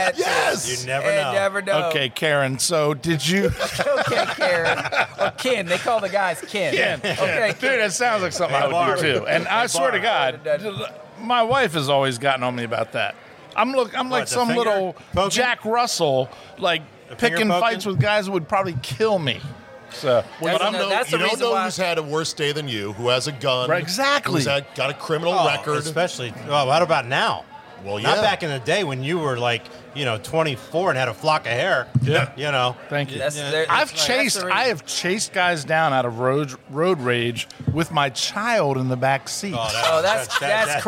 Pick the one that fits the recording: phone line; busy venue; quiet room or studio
busy venue